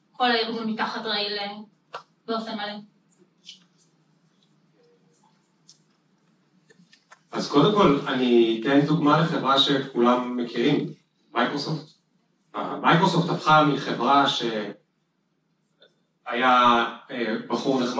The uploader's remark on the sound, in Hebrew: הפרק החדש הוא הקלטה של פאנל מנהלים שביצענו במיטאפ הראשון של ,אבטיח כיס.